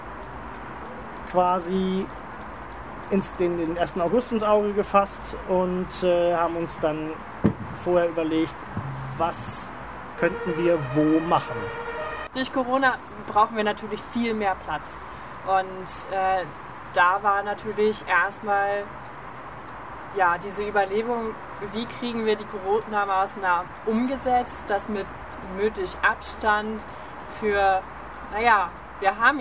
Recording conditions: busy venue